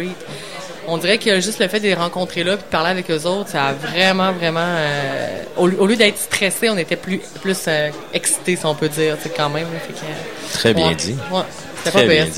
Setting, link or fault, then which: setting, busy venue